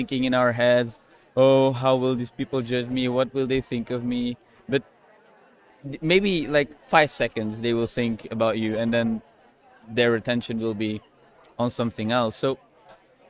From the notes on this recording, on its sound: Today I decided to go work at one of my favourite terraces in Budapest and I decided to record a short Authenticity Talks episode while I was waiting for my video to export.